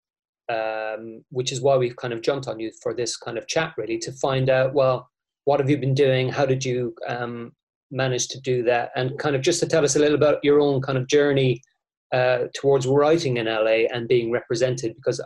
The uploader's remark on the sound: In this episode we have a 'zoom' chat (it's all the rage).